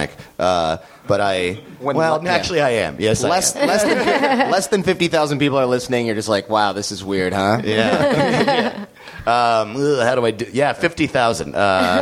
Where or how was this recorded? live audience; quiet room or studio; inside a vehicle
live audience